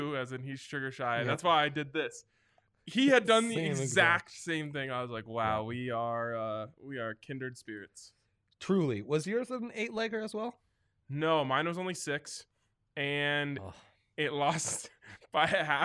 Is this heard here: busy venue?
no